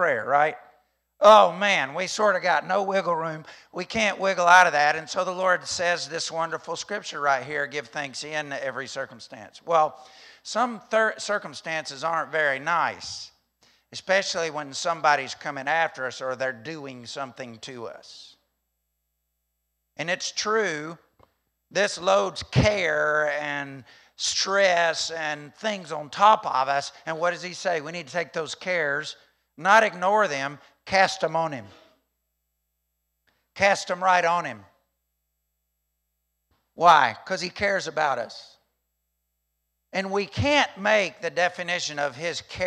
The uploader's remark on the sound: during the 8:45 am service at The Anchor Church in Rockport, Maine